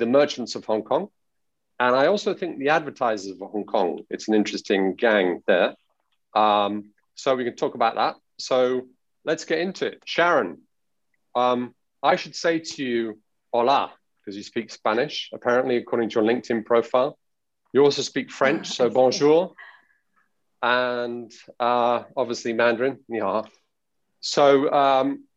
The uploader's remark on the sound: recorded on Zoom